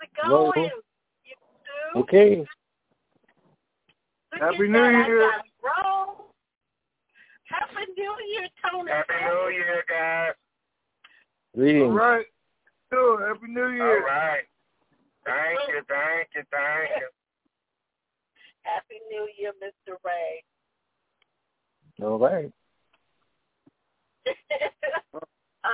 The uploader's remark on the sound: TNTSuperfantastic Conference Call